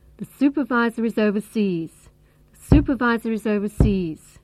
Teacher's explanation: the word supervisor has four syllables. And the main stress is on the first syllable.